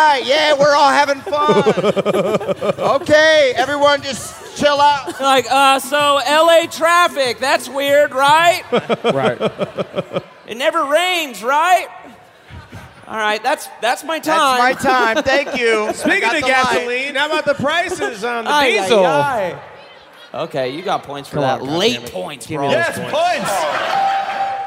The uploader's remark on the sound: Live from Newark!